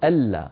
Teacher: العرب تدغم النون الساكنة في اللام بإجماع، لا يقول العربي أبدا أن لا بإظهار النون عند اللام، · Term: إدغام النون في اللام